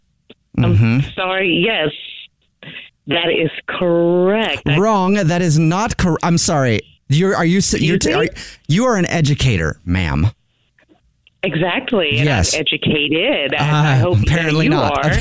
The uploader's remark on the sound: phone prank style